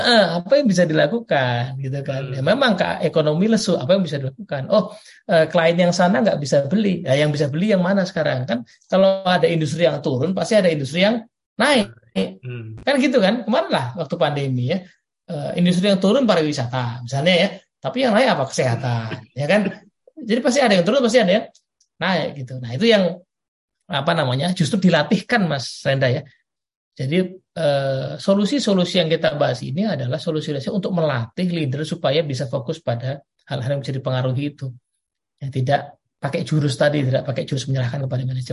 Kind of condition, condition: link, video call